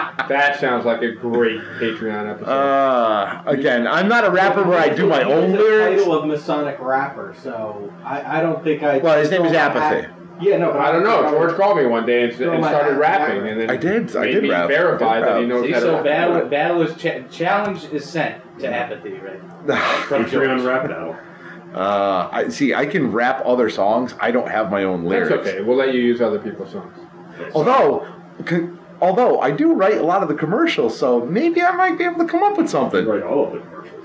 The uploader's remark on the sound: Forewarning we had serious audio and video issues in this episode. However we were able to salvage and episode from what we were able to edit.